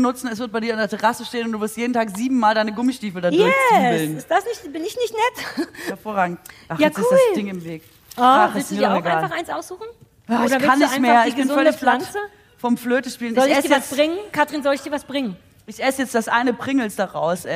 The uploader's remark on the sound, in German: Live und nachträglich live für die Ohren. Unser sensationelles Vorort-Publikum hatte schon Unnützes gestapelt, soweit die Bühne reichte. Blockflötensolo Weihnachtsedition mit Publikumschor war auch sehr groß!